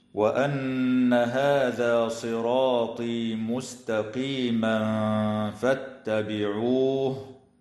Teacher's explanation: تغن النون من كلمة وأن لأنها مشددة